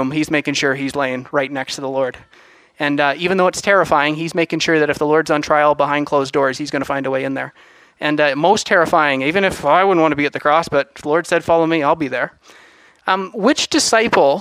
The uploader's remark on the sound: From Assiniboine Bible Church The Harvest Is Truly Plentiful Conference